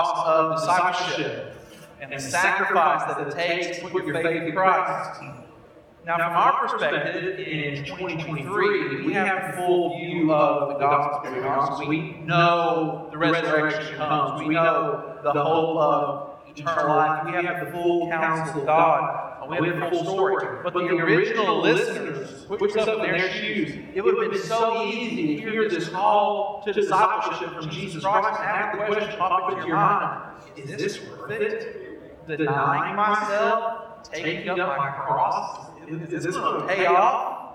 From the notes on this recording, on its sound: We apologize for the audio quality of this episode. We experienced technical difficulties during this recording which we hope to resolve before next week's recording.